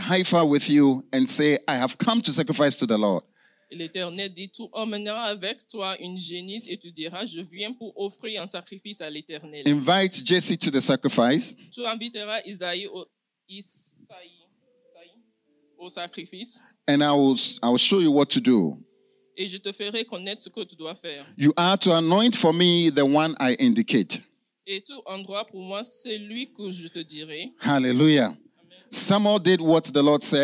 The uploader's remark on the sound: Preached during 31st Night Service at FCI Ministries, Rabat, Morocco.